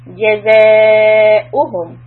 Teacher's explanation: the long sound is on zay with four counts. So I'm going to press on u.